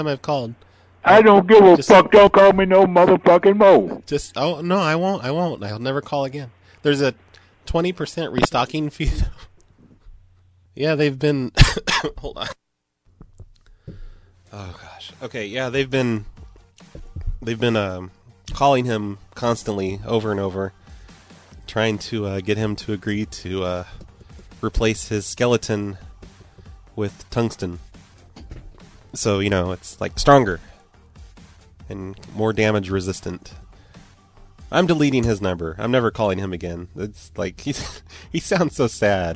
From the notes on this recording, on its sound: Personal Prank Phone Calls Collection